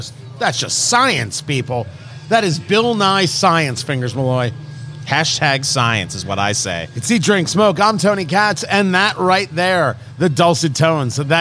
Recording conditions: busy venue